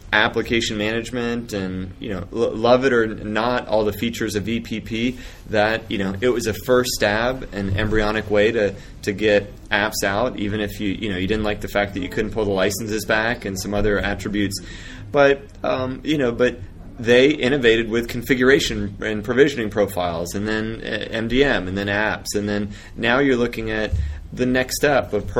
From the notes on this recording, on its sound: While at the AirWatch Connect Users Conference.